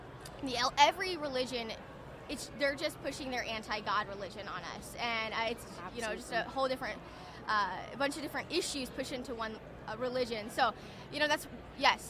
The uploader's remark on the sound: The Unity Project What’s UP? Podcast at AmFest